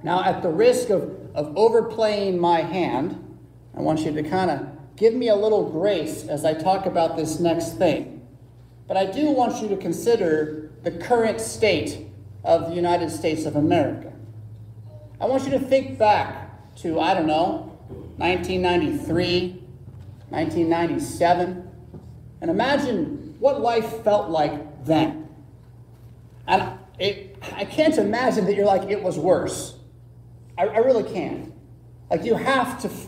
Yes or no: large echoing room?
yes